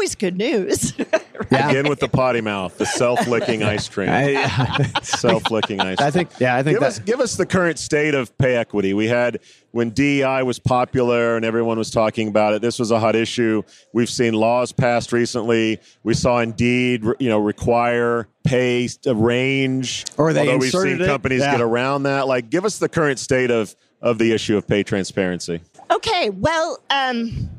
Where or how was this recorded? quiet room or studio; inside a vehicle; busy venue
busy venue